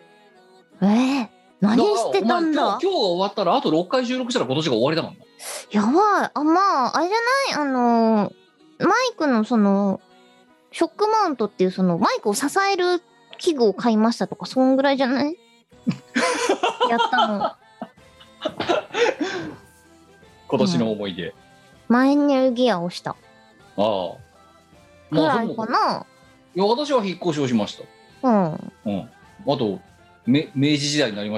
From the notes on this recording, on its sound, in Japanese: 本番組はリモート収録です。収録時環境の影響により、聴き取り辛い部分があります。途中で激しくノイズ等入りますが、収録時のものです。